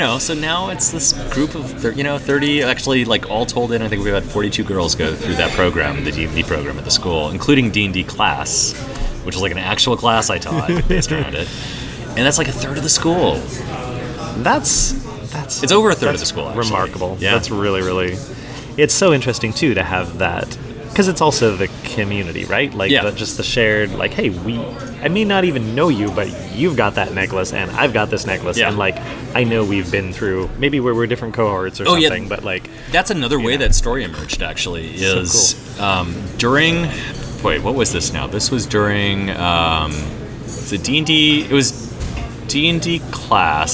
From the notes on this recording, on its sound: a live interview recorded at Gen Con 2019